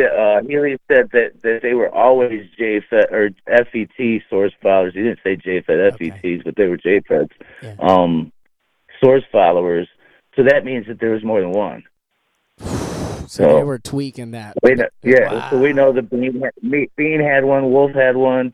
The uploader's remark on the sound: on a rare phone call with me